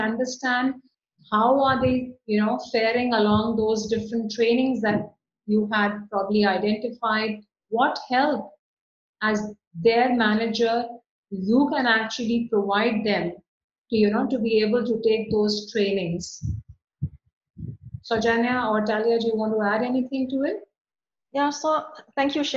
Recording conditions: video call